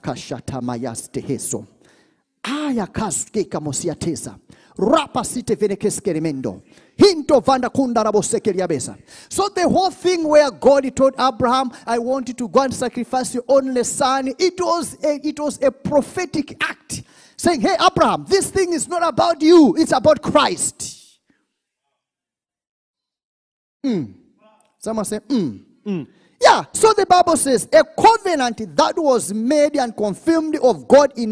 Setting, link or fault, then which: setting, large echoing room